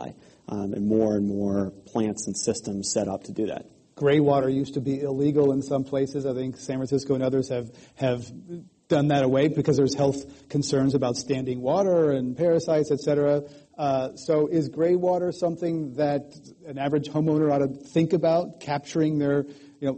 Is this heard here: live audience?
yes